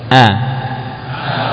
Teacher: Jadi pita suara kita ya, menurut yang kita baca di sini itu terletak pada pangkal tenggorokan, dan disitulah tempat keluarnya huruf hamzah ya. Hamzah itu keluar dari pangkal tenggorokan, tempat keberadaan dari pita suara ya.